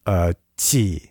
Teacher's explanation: It sounds a lot like ch, but it's like, it's like a different part of the tongue that hits the palate.